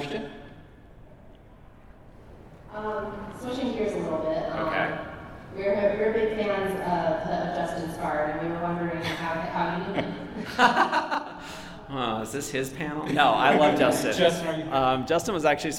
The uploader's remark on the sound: Live from FanX in Salt Lake City. Recorded live at FanX in Salt Lake City.